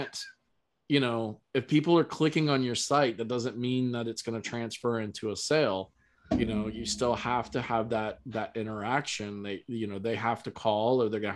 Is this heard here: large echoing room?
no